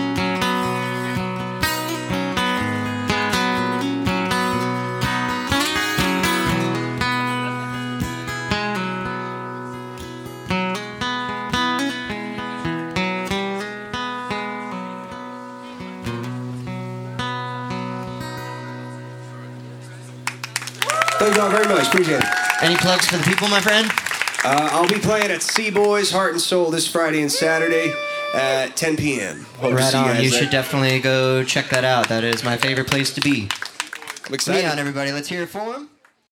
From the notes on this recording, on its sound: Recorded live at Late at the Lake, at Mozart's Coffee Roasters in Austin, Texas on Tuesday, June 6th, 2023, outdoors on our main stage.